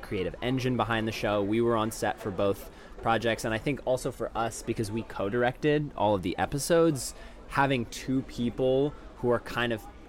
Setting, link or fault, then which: setting, busy venue